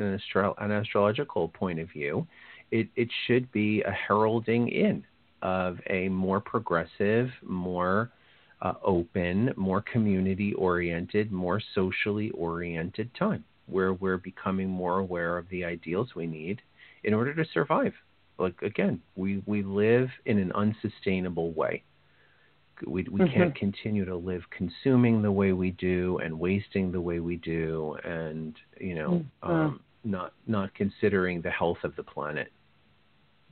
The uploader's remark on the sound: This is call in show